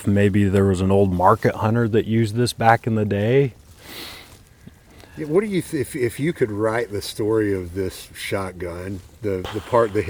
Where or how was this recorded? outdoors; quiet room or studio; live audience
outdoors